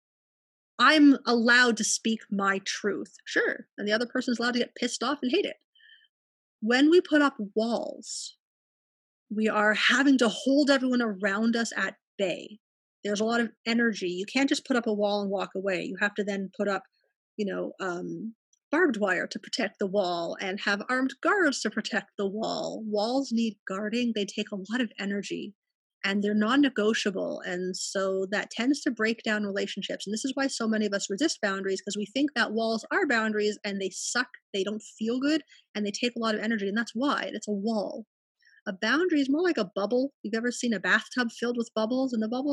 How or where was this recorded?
video call